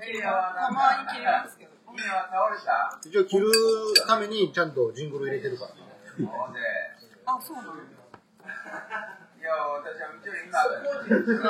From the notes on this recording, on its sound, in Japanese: 舞台は台風が直撃した9月17日の高知。4人で居酒屋に行きました。なんとなく録音！テーマも何もないただの居酒屋トークをどうぞ！